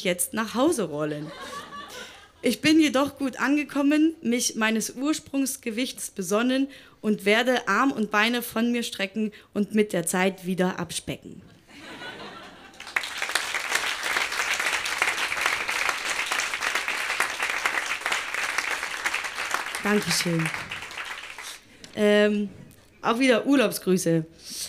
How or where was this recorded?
live audience